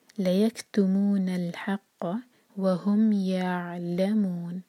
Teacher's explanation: عين ساكن کے بعد لام تو لام پر زور دیں گے اور آخر میں نون کو واضح کر کے پڑھیں گے. يعلمون، اور منہ چار حرکہ کھینچیں گے، مد عربی سکون ہے یہ.